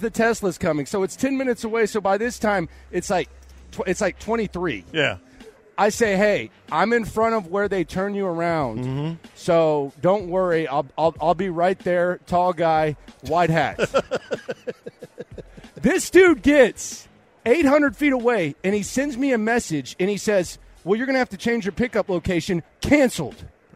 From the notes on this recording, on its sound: Live from Radio Row